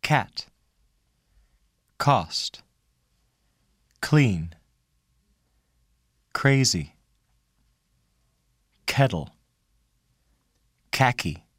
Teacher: To pronounce the sound k, bring the back of the tongue to the vellum, stop the air completely, then release it with a voiceless sound